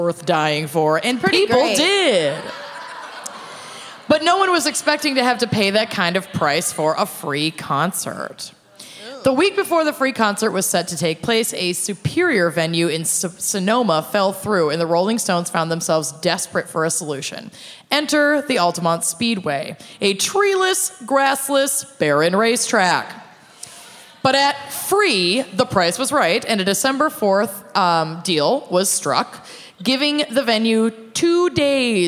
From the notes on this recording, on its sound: Music Fest Mishaps (Austin LIVE).